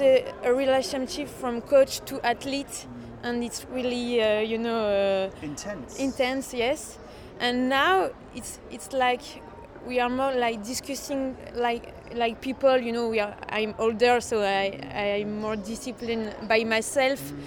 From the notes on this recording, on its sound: I headed to Paris on the eve of the Paris marathon. At an evening training session at the track.